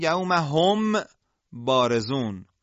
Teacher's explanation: این حذف به این معنا نیستش که غنه میم هم حذف میشه، یعنی لبها که مخرج حرف میم هستند به هم نمیچسبند، به جاش غنه حرف میم باقی میمانه که دو حرکت هست و پس از دو حرکت حرف با ادا میشه. بریزون. صدای اخفا باید حالت ترکیبی بینی دهانی داشته باشه، همون حالت آفرین انفمی. · Term: اخفاء شفوی